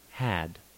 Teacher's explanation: Front unrounded vowel between open mid and open lowercase ae digraph, or ash